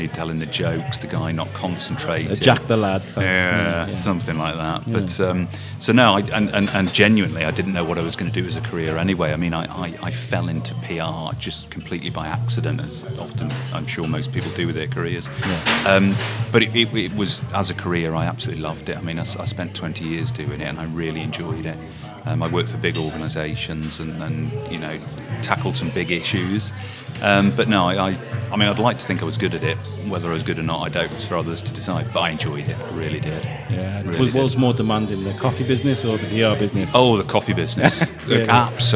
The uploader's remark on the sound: THIS EPISODE FEATURES 2 INTERVIEWS. BOTH INTERVIEWS ARE SET IN BUSY CAFES, WHICH IS A SOUND I REALLY LIKE. RECORDED AT BIRDS NEST CAFE SITUATED IN THE MARKET HALL.